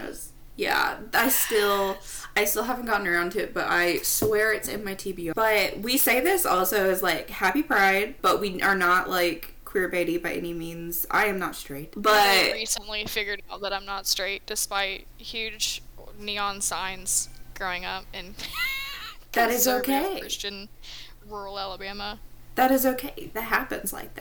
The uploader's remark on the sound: So sorry about the audio.